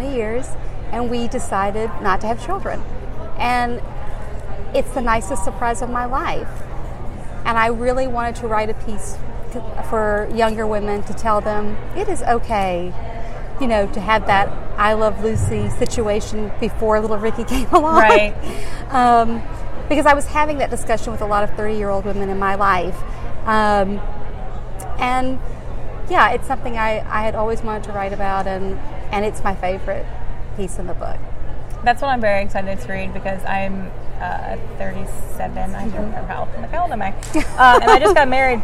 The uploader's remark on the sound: Interview was recorded live at ALA Midwinter.